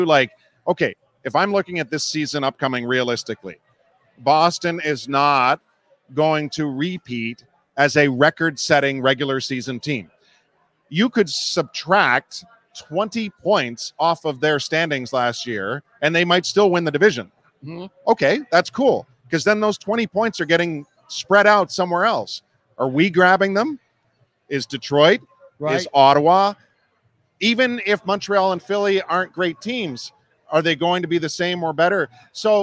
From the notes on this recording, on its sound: LIVE From Imperial Series. For a sit-down conversation taped live from Imperial Pizza in South Buffalo. Thank you again to Imperial Pizza (1035 Abbott) for hosting this live series.